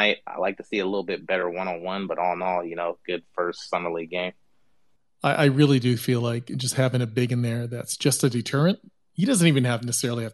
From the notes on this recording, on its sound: This episode was recorded live on Twitter spaces